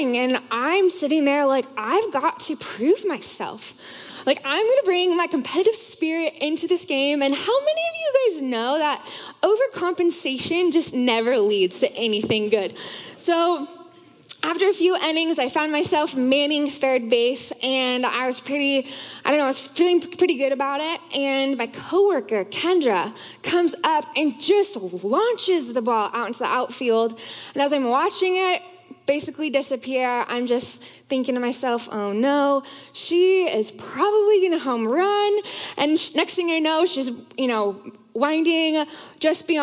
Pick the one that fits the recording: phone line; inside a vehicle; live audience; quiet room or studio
live audience